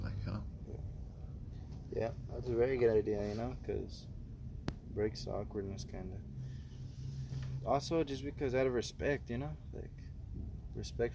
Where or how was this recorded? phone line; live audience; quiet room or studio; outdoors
outdoors